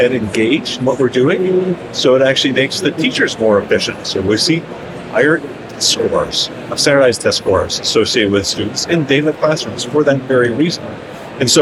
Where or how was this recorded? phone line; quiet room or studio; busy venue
busy venue